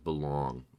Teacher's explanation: words where things like an ONG ending, belong, where I might have a more rounded sound